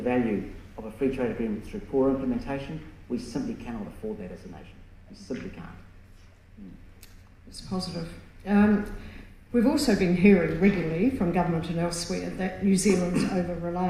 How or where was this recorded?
live audience